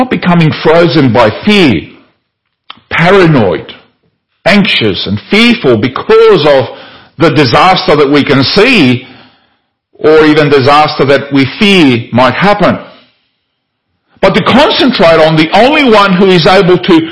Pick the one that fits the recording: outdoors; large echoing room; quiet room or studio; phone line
large echoing room